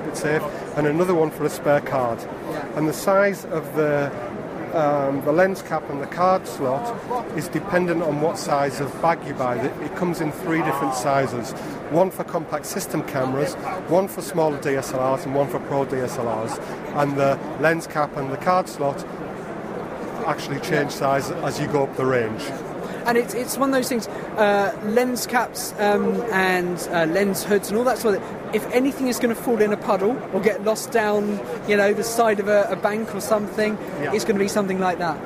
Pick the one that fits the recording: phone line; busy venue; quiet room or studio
busy venue